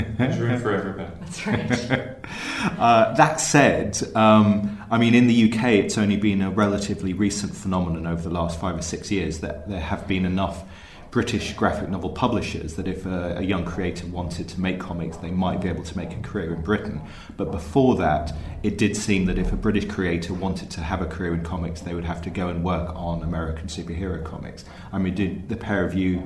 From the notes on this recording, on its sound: In a pair of interviews recorded at the Lakes International Comic Art Festival in Kendal